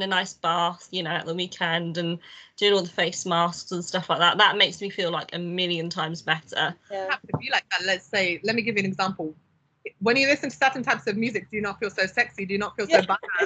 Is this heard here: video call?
yes